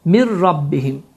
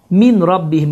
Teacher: n səsi tamamilə oxunmur, ra hərfi isə şəddələnir · Shown in: first take · Term: idğam biləğunnə